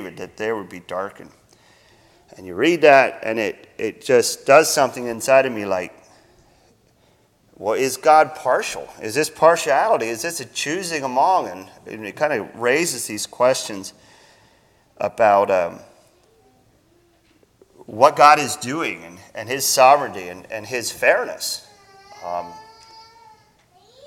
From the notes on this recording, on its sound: Sermon Recorded at Millmont Mennonite Church on 01-07-24